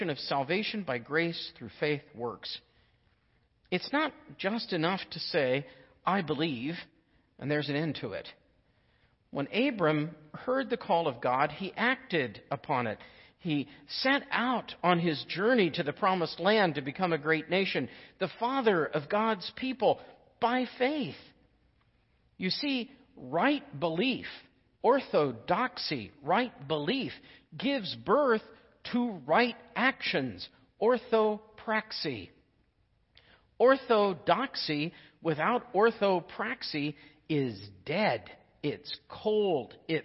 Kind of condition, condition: setting, large echoing room